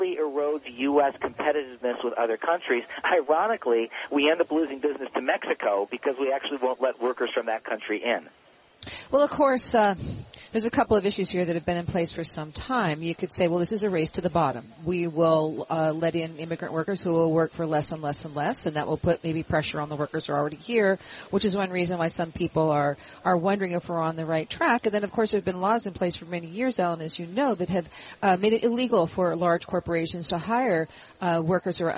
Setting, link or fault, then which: setting, busy venue